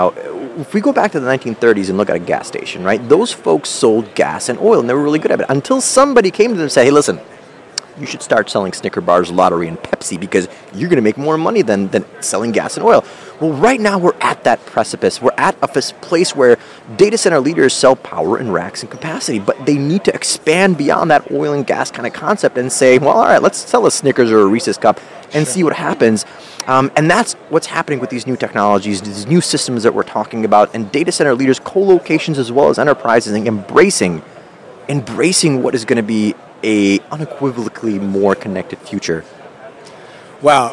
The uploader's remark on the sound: Recorded live from Data Center World in Austin, Texas.